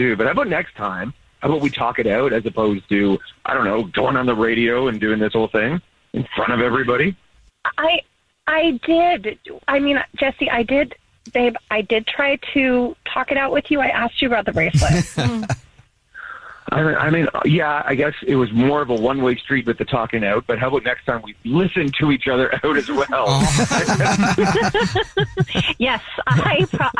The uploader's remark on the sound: We have a listener on the phone.